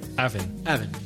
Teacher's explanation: we drop, like the French, we drop the H. So having becomes having.